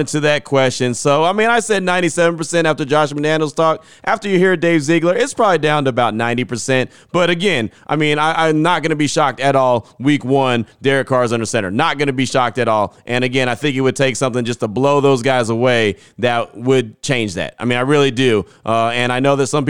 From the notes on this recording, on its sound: Talk in great length at the Combine. Plenty of sound from the Scouting Combine on Wednesday when both GM and HC talked to the media in great length. Your calls and text will close out the show.